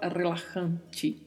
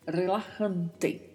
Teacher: não tem som de ti no espanhol · Shown in: second take · então não se fala relajante, não.